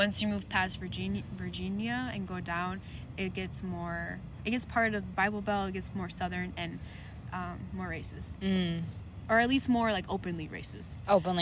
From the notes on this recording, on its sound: excuse the background noises, we were recording outside!!